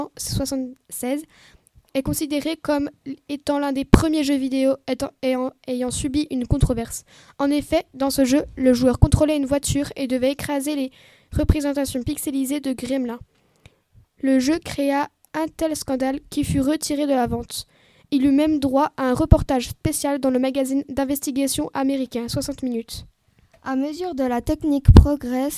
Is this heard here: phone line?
no